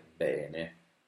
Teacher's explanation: la E di bene è aperta